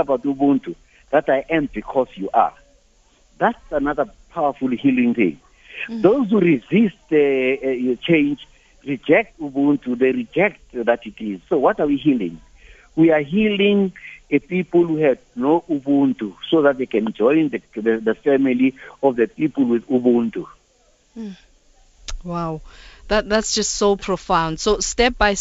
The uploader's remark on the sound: GUESTS (phone)